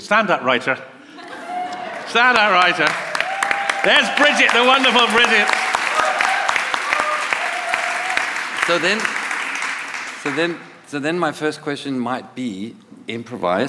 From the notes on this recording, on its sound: Recorded live from the launch event